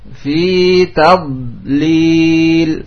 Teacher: Tad, memanjang. Tadlil, jangan dipantulkan karena bukan huruf qaqalah. Fi tadlil. Nidha bukan dal ya, sehingga di imtidad, istitalah, memanjang getarannya.